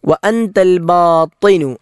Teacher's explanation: വഅൻതൽ ബാത്തിനു, അവിടെ ബാത്തിനു ത എന്ന അക്ഷരം, ത എന്നത് നാവ് പല്ലിൻ്റെ മുകൾ ഭാഗത്ത് വെച്ച് വായ നിറച്ചുച്ചരിക്കേണ്ട അക്ഷരമാണ്